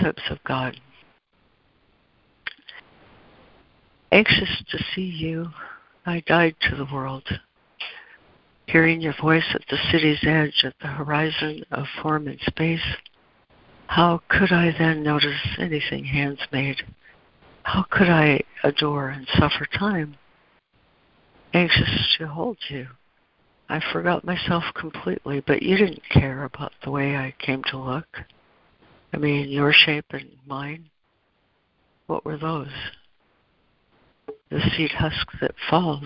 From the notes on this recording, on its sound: ACIM Daily Conference Call